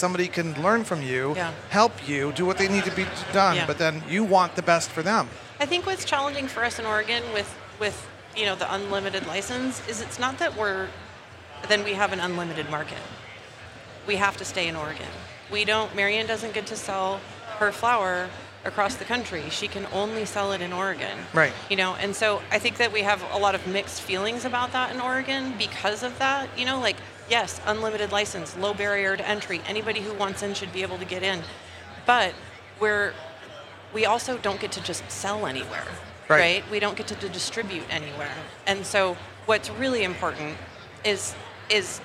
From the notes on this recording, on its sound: Recorded at MJBizCon 2023